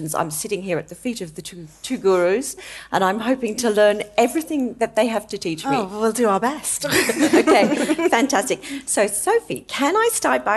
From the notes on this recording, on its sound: In our first ever show recorded in front of a live audience. Recorded at the Roca London Gallery in Chelsea Harbour.